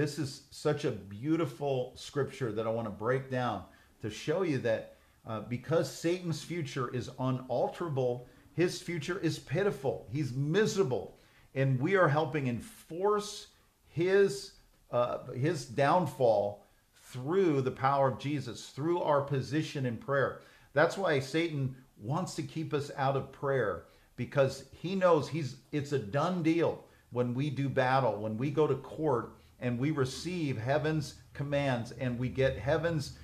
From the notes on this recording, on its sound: This message was recorded on September 10, 2023, at Gateway Church in Richmond, Indiana.